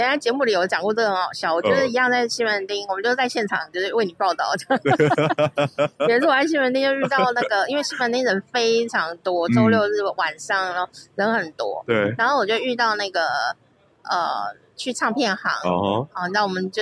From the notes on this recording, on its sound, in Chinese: 在路邊路的。雖然因為有人來電結果錄音中斷，沒說到再見。雖然音質沒有專業錄音器材飽滿，但意外降噪功能超強，聽不出附近人聲鼎沸吧！